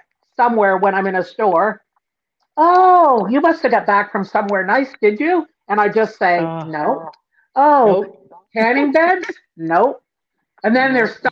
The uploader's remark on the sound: a little bit of a rough go with some technical difficulties